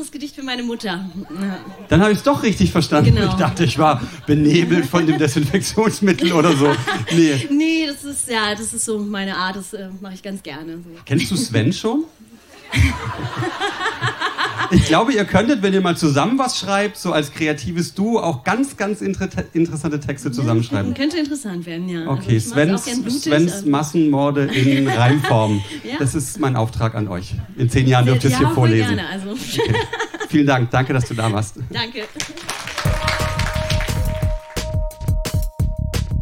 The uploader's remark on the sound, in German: Ausschnitte aus der Veranstaltung vom 05.08.2020 im Kulturhaus Insel der Jugend, Berlin. Heißen Dank an das Kulturhaus Insel, unser tolles Publikum.